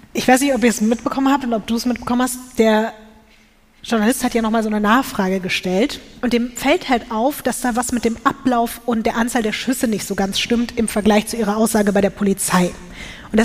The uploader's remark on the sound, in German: LIVE in München